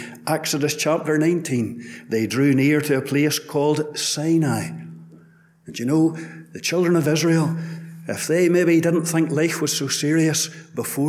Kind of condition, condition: setting, large echoing room